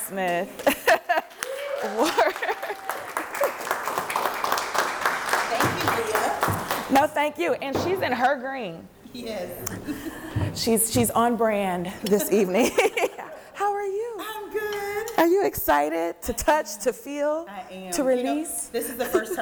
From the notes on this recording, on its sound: DFW Book Signing at BLACKLIT. It was recorded before a live audience.